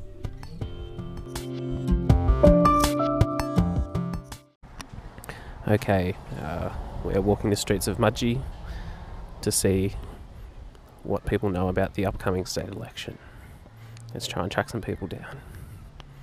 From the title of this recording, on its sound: Hitting the streets of Mudgee with a microphone